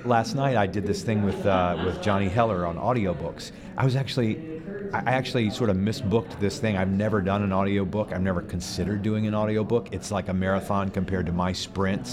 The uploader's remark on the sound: We had the distinct pleasure of recording at MAVO 2018.